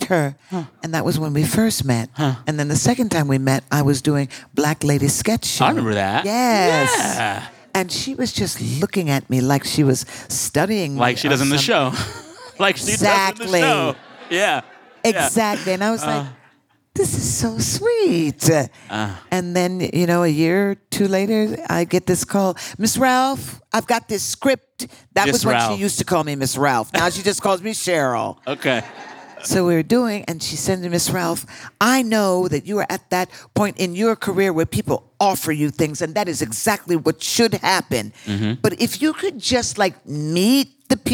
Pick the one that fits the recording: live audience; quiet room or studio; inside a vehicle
live audience